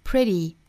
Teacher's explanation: pretty 这个词这个 t 的发音浊化成 d